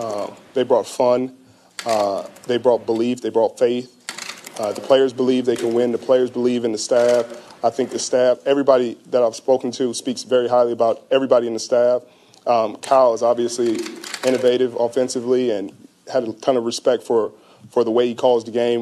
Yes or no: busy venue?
yes